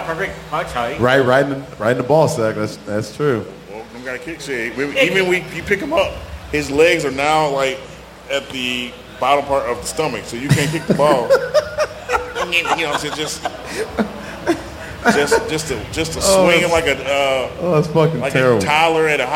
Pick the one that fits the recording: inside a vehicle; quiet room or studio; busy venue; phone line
busy venue